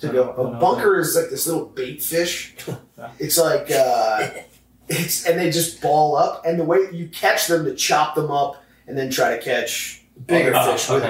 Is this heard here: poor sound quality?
yes